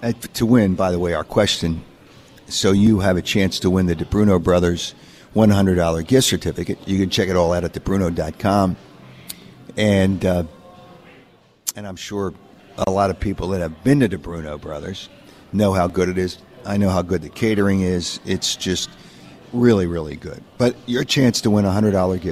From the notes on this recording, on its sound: Live from the Borgata